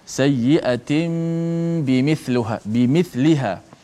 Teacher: tukarkan suara nun mati ataupun tanwin tu kepada apa kepada huruf mim · Term: hukum qalb